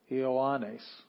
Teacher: got all these vowels together, and you have to separate those as syllables